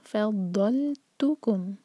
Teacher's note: فضلتکم لام ساکن کے بعد تو پر زور